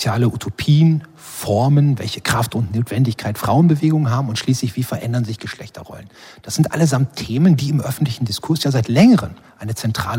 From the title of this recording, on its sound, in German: live vom Sommerfest des LCB